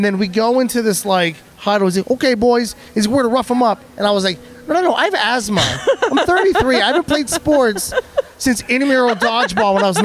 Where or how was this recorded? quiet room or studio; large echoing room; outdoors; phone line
outdoors